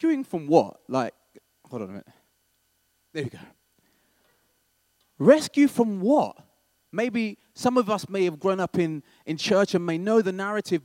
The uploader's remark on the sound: This was recorded at Skylark Church on 20th October 2019.